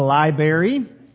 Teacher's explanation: Some will skip an R in the word library